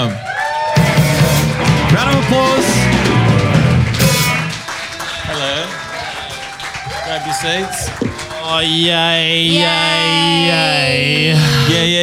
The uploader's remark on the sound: Live at Lulie. We're still live in Naarm.